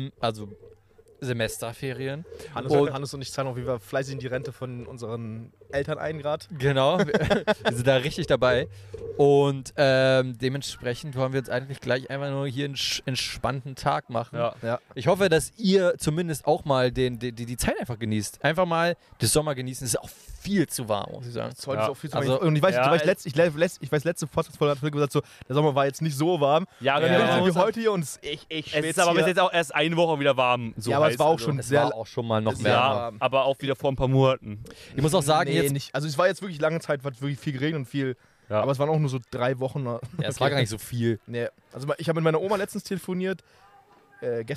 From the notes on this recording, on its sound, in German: wir haben diese Folge direkt an einem der Brandenburger Seen aufgenommen